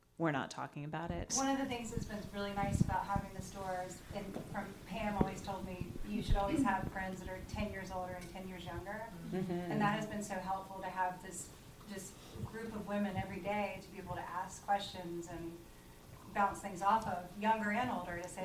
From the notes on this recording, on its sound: Live Panel. Our second episode in this series was recorded live in Capitol with a group of 50 clients and friends seeking optimum wellbeing.